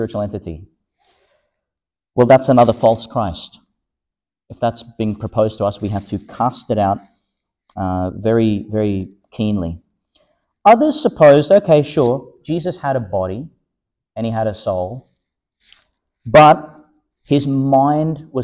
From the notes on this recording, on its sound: Homily for the Sixth Sunday in Eastertide, delivered (at the evening Mass) in Our Lady Star of the Sea Church, Gladstone, Qld.